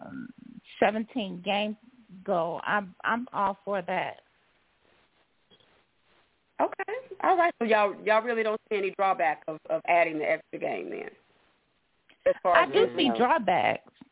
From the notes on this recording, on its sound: your phone calls